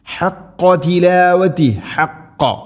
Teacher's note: ഹ തൊണ്ടയുടെ മധ്യഭാഗം, ഖാഫ് കൃത്യമായിട്ട് ഉച്ചരിക്കണം തൊണ്ടയുടെ മുകൾ ഭാഗത്തിൻ്റെ തൊട്ടുമേലെ